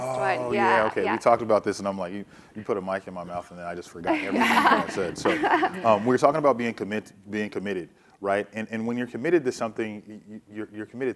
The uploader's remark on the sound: In front of a live audience at BNY Mellon Pershing.